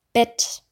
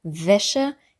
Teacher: Bett, hier sind die Lippen aufeinander. Wäsche, hier sind die Zähne, die oberen Schneidezähne auf der Unterlippe.